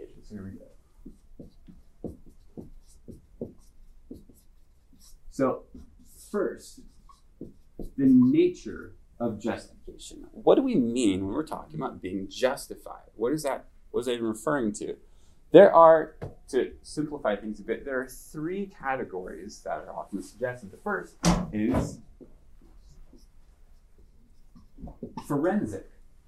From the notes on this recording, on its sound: This lecture was given at the University of Washington on January 27, 2023.